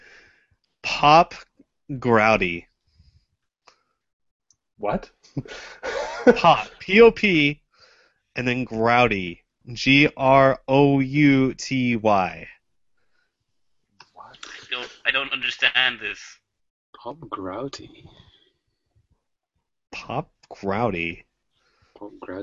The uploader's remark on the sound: Recorded LIVE via Google Hang Outs on Air